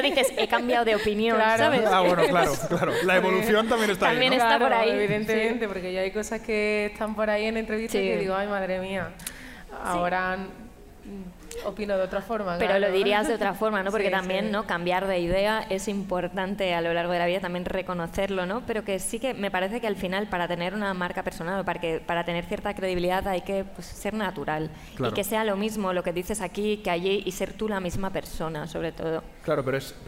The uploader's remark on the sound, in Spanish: grabado desde la Feria del Libro de Madrid